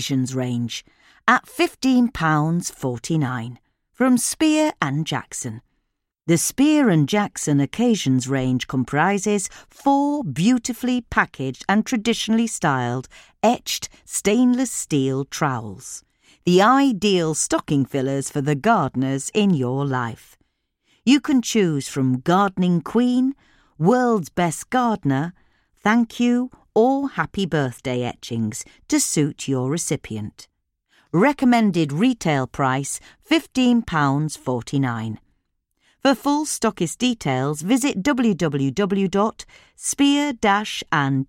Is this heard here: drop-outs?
no